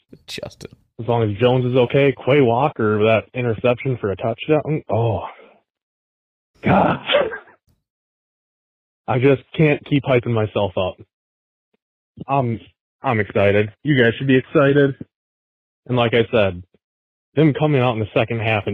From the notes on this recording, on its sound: The calls are rolling in after the Packers' dominating week 1 win over the Bears! Fans call.